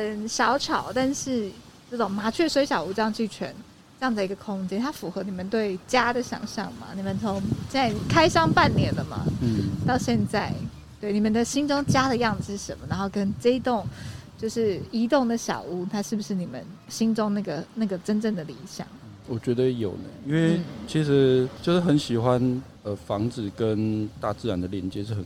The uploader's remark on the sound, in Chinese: 本集因戶外錄製偶有環境音干擾，敬請見諒！